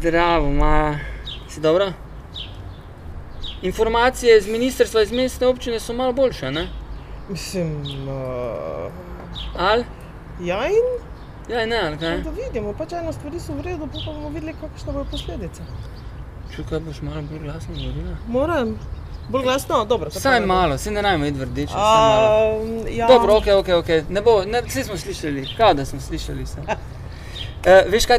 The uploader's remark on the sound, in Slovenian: na ulici pred hišo ter pred publiko